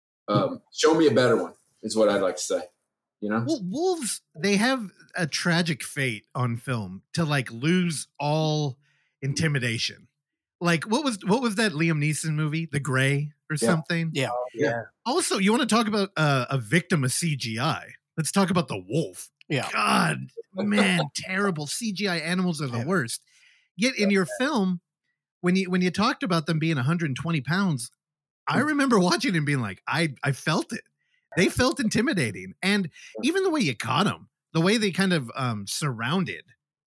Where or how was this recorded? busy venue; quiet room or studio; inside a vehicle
quiet room or studio